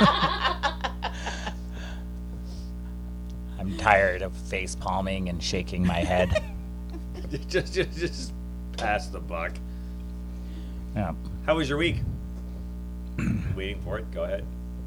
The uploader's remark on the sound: Todays episode was the first of the new soundboard, there are some issues still, but sound is much better.